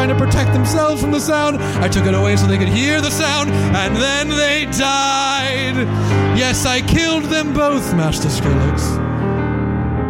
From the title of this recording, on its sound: Live From the Dallas Comedy House (Late Show!)